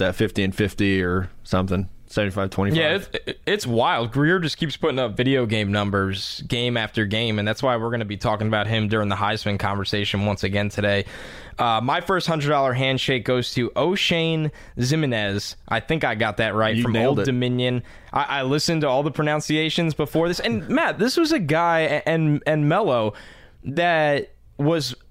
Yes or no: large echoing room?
no